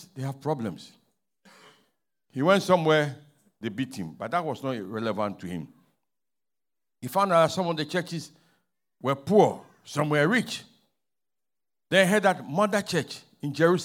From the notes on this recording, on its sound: Sermon preached at CBC Shiashie Campus Pagash Service